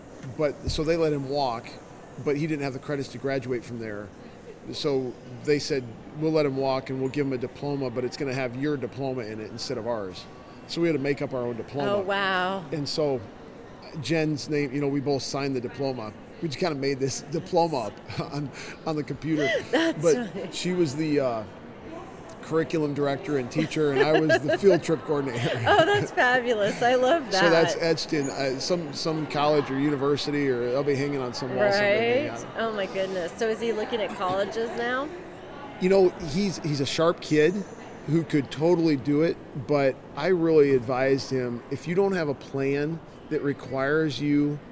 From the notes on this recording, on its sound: LIVE from CPE 2022!